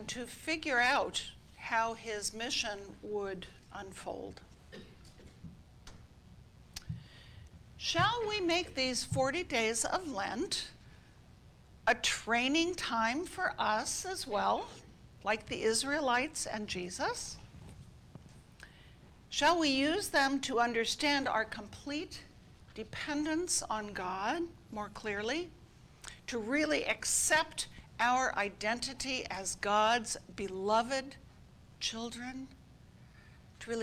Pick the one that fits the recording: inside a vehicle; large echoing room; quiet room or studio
large echoing room